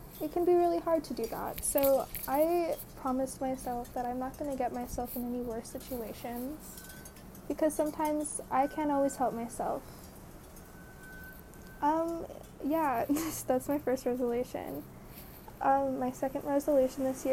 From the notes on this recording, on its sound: the background noise